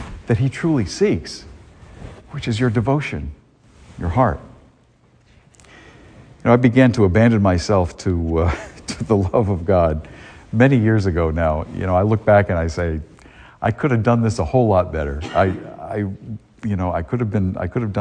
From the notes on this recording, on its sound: A homily delivered at Star of the Sea parish in Salisbury, Massachusetts, on January 8, 2023.